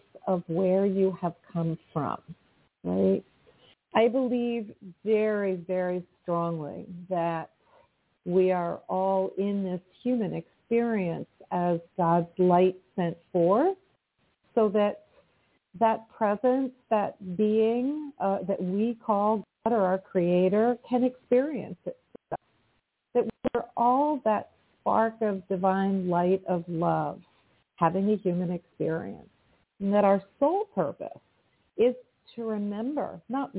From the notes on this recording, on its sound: in response to callers' questions